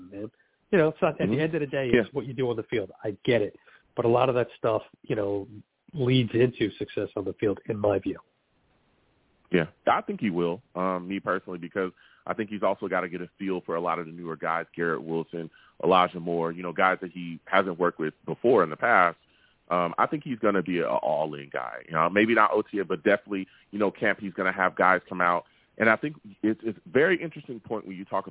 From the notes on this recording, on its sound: I take live callers!